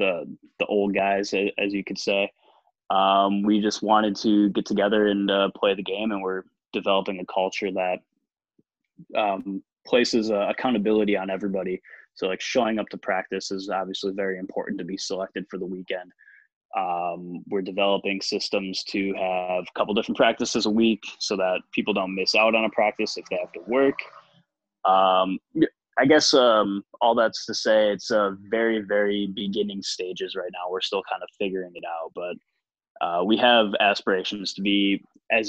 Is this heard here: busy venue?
no